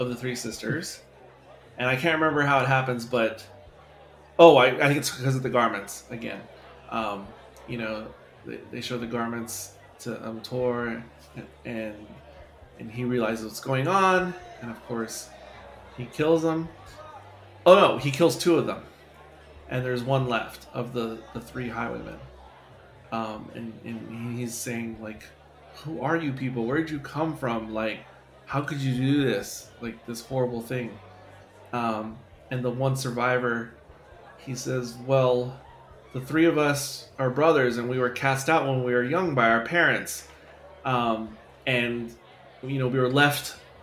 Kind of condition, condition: setting, live audience